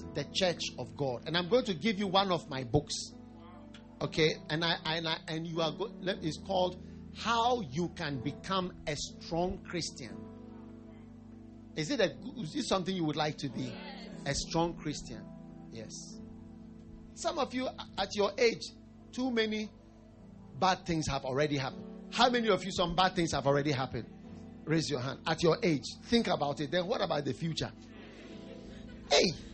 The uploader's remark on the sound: Preached at the First Love Church, Ashesi University